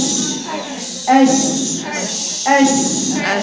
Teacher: الرئة طالع منها هوا. لقيت الوترين مفتوحين. · Term: الهمس